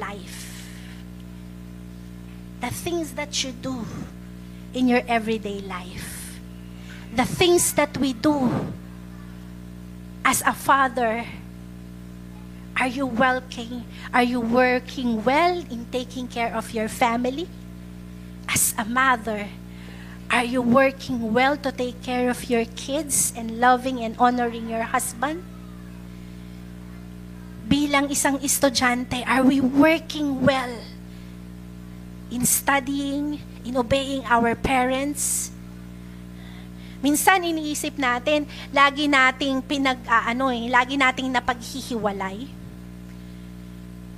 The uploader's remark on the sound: Recorded live at The Shepherd Of Faith Family Church.